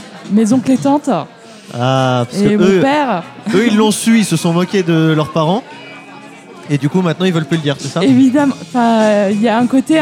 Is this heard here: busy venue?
yes